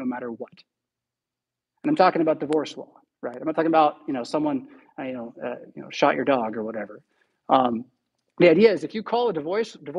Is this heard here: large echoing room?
yes